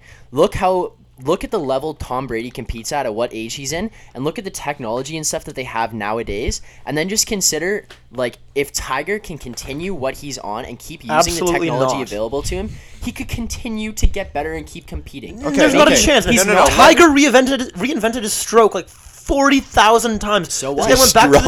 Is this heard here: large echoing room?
no